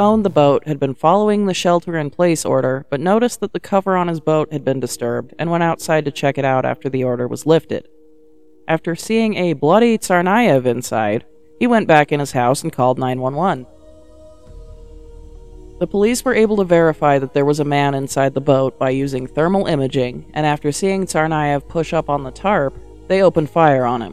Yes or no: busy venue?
no